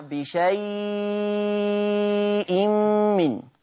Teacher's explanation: قرأ ورش بتوسط وإشباع اللين المهموز في لفظ بشيء